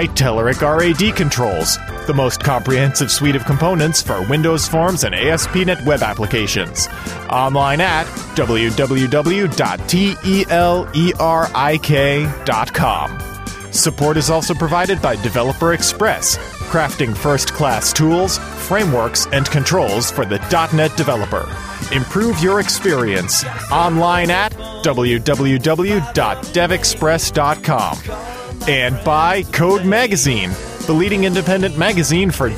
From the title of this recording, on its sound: Live from the Canadian Vista Launch Events!